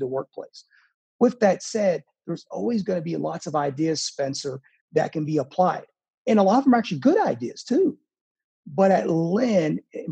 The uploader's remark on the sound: joined me for a small college AD Zoom conversation